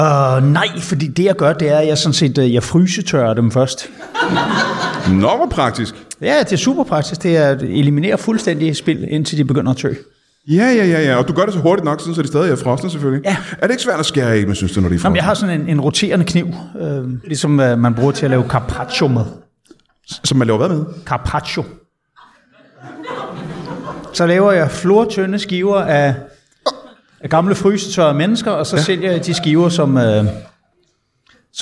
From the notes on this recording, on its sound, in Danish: Ugens show er optaget foran et levende publikum på det legendariske Comedy Zoo i København.